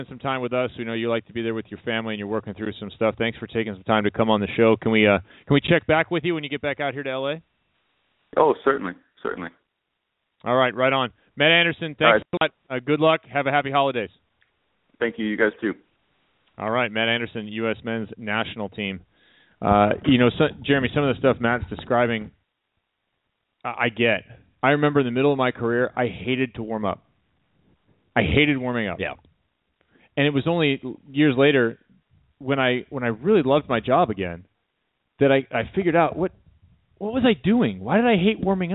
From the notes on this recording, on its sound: will be calling